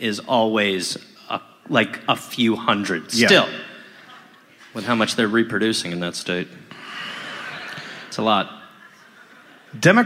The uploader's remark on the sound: (Live). Live at the Lincoln Theater in Washington DC.